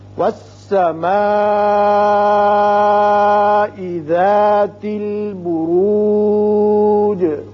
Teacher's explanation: یہ مد متصل ہے، اس کو مد واجب بھی کہتے ہیں اور اس کو 5 حرکات لمبا کرتے ہیں